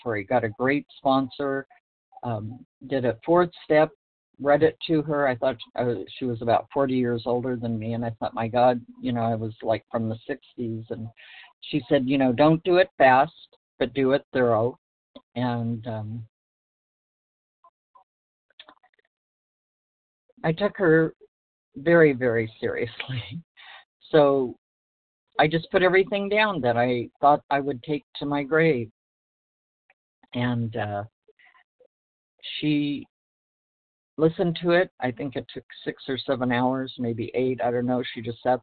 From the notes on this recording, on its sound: from the 100 Pounders Phone Meeting